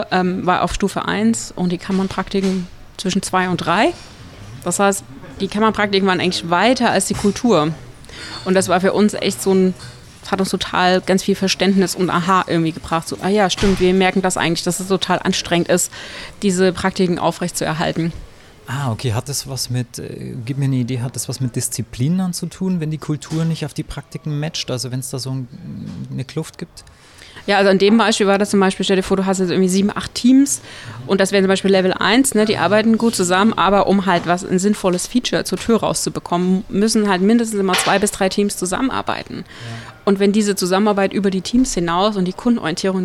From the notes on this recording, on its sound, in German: auf der Agile-Lean International Conference 2019 in Frankfurt